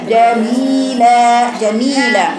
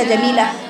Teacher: بيكسر الميم وبيجيب المد الطبيعي في الياء والمد الطبيعي بعد اللام · Shown in: first take · يبقى وانا بقراها جميله جميله وليس جميله.